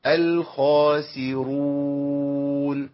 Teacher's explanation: الخاسرون يبقى السين ضعيفه وقعت بين خاء مفخمه وراء مفخمة